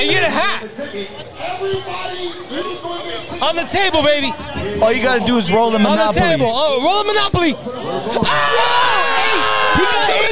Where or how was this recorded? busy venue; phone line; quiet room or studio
busy venue